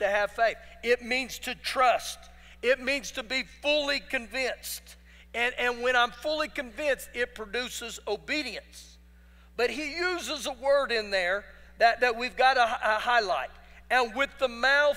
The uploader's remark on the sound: Recorded live during our Wednesday night service